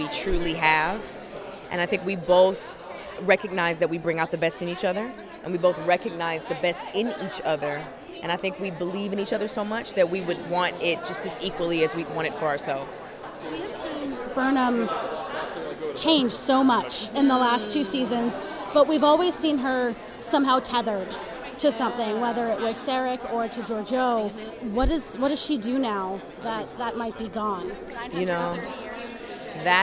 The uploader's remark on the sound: interviews from the Red Carpet of the Star Trek Discovery Panel at PaleyFestNY 2019